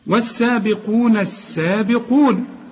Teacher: اللام بتتحول للحرف اللي بعدها السين إدغام · Term: لام شمسية